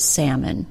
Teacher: the L is silent in the word salmon